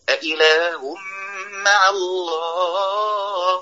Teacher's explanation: احنا بنتكلم عن الجواب اللي هو طالع بقى فوق كده بأعلى ايه، بأعلى طبقة من صوته